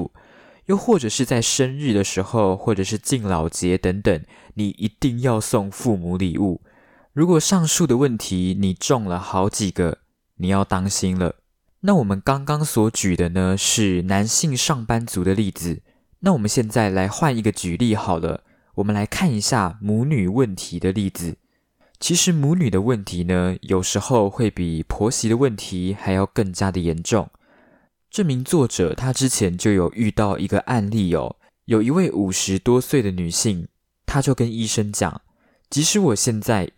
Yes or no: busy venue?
no